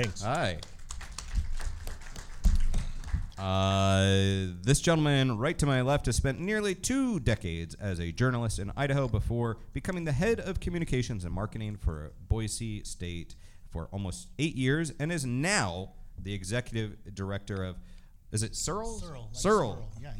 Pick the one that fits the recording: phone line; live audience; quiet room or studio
live audience